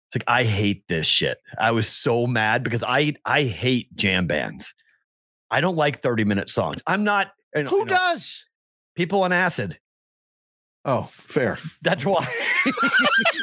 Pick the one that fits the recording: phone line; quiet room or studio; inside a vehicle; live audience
quiet room or studio